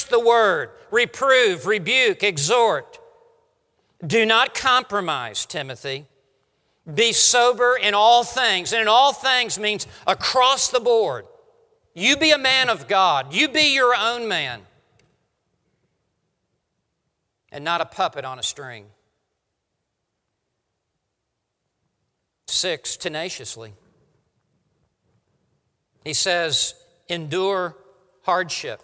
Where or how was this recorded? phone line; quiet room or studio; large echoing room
large echoing room